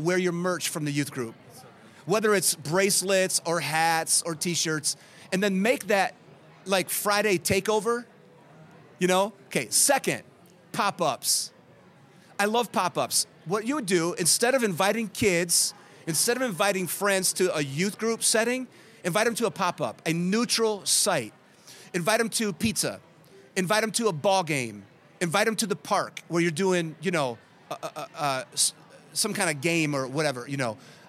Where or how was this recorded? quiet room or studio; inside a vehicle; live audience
live audience